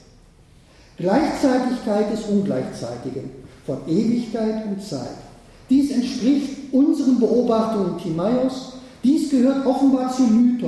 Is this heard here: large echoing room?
yes